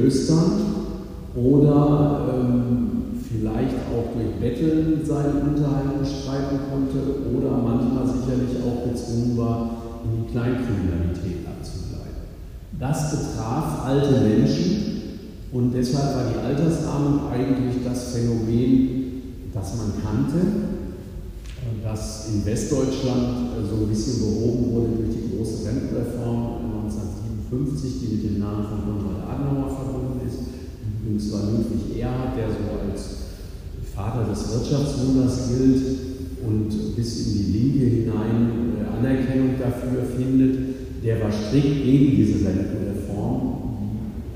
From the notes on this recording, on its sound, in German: Aufgenommen auf einer Veranstaltung des DGB-Kreisverbands Esslingen-Göppingen.